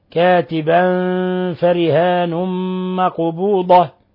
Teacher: تنوين فتح جاء بعده الفاء، الحكم التجويدي إخفاء حقيقي